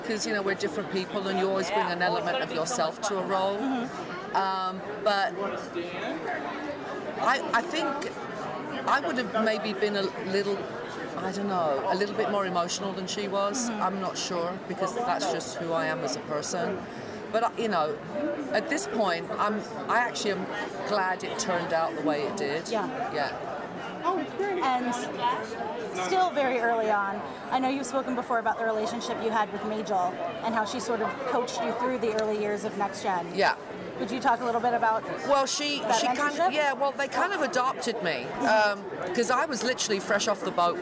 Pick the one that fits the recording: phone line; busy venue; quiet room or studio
busy venue